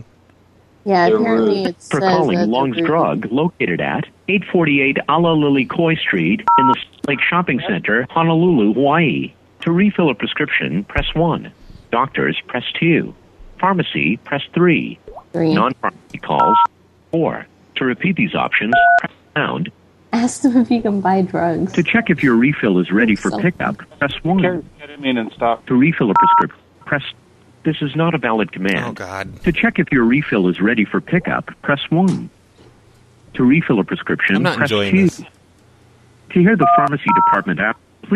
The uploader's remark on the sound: …'s Personal Prank Phone Calls Collection.